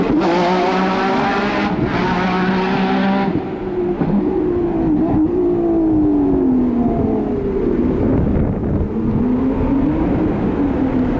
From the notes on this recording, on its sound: The trackside sounds of the CART IndyCar Series as it raced around downtown Detroit on the former Formula 1 circuit. The variety to be heard from the 2.65-liter single-turbo V8 engines from Chevrolet, Cosworth, Judd, Alfa Romeo, and Porsche.